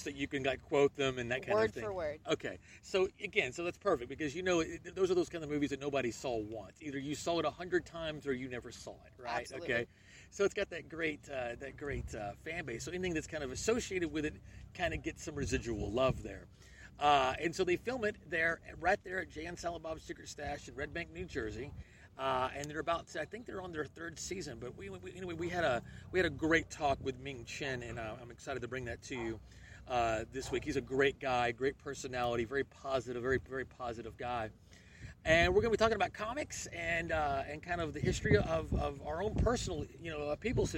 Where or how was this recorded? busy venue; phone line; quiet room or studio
busy venue